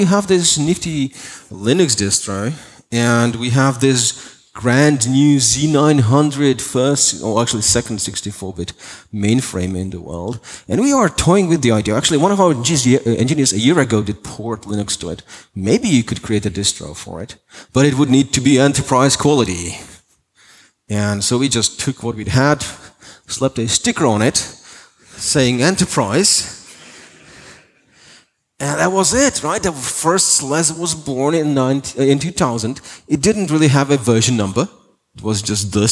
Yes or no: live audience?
yes